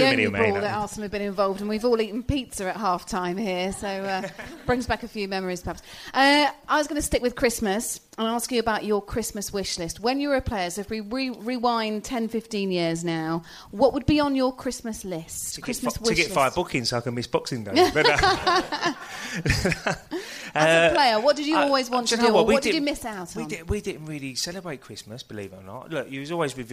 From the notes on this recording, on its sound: LIVE! Q&A. We took the show to another level with a live pubcast recently.